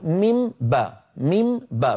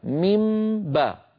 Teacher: أنا أطبق على ميم وأجافي عن باء · Shown in: second take · Term: إخفاء